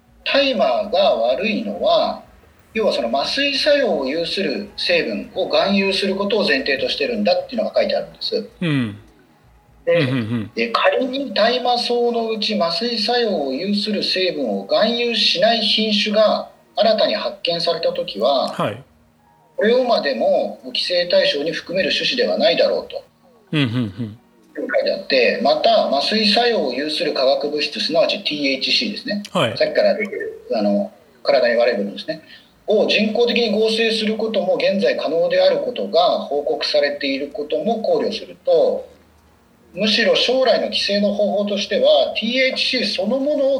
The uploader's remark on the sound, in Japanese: 収録はzoomを活用して遠隔で行いました。音声が聞きづらい部分がある点、ご了承ください。